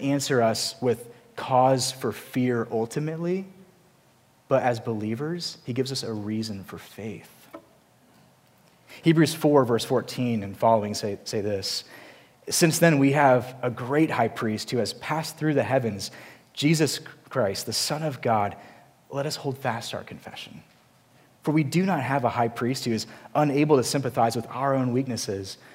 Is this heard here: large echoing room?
yes